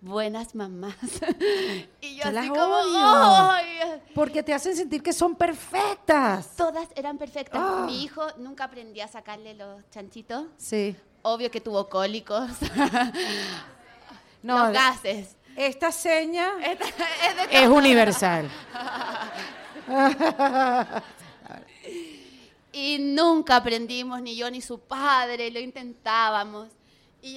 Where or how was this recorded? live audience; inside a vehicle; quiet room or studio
live audience